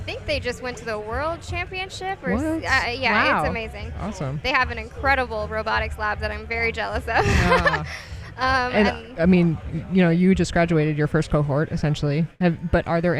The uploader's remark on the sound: Live from LFNW